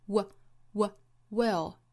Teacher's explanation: 要注意这个 w 的发音啊，要区分开 v 这个音啊，不要发成了上齿去摩擦下唇发 v 的那个音啊，应该是嘴巴嘟起来发 will